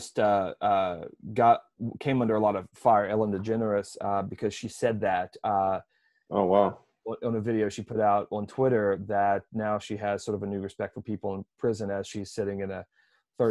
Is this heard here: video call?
yes